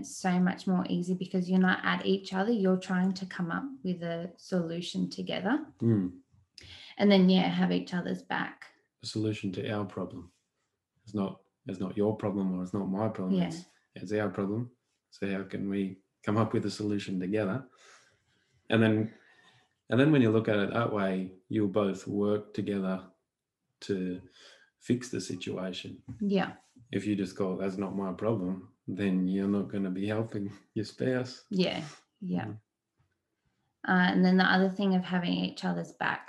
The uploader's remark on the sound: the live Q&A we did in the Wholesome Mumma Facebook Group